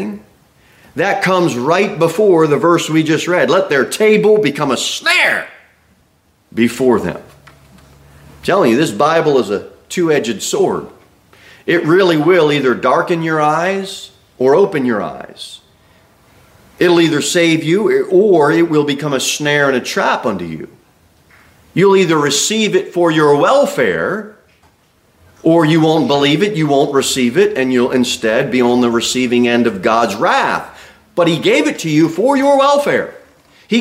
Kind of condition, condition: setting, large echoing room